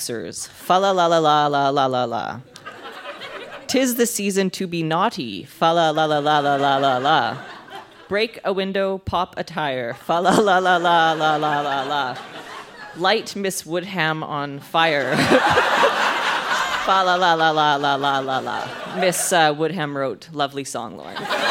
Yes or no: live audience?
yes